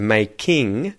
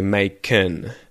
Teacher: ing often gets slightly contracted into an N sound instead of an ing sound · Shown in: second take · So instead of making, I would say making.